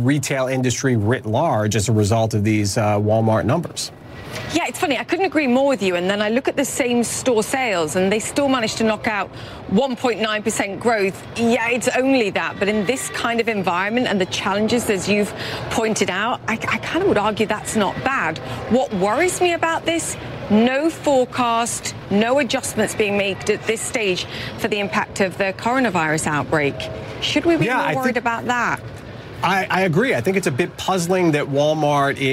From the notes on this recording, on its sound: live from the New York Stock Exchange.